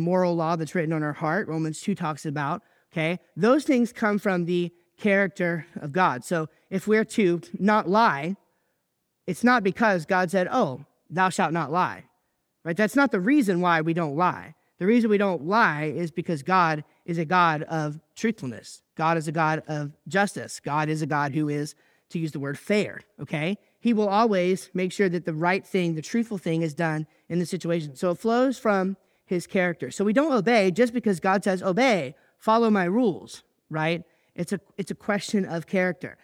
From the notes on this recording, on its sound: I recently preached at church